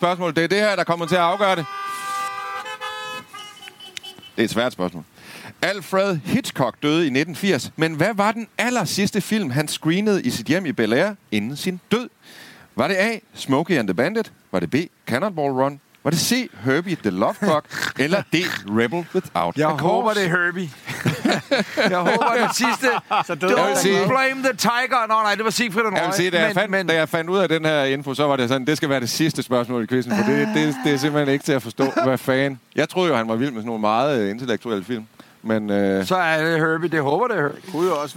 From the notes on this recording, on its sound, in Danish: Det regner, det er LIVE. I dette afsnit af Bilklubben sender vi LIVE fra Drive-in Biografen i Lynge. Men det er det, man i radiosproget kalder for live-on-tape.